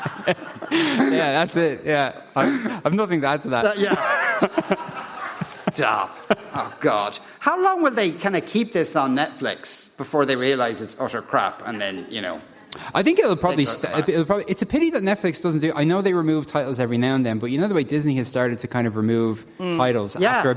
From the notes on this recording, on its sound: Live from Lawlors Hotel in Naas with thanks to Marks and Spencer part of Newstalks Summer Tour.